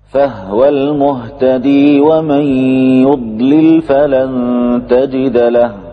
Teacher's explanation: نافع وأبو عمرو يثبتان هذه الياء في حالة الوصل